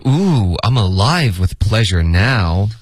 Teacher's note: 他的这个 now 应该加了一个重音。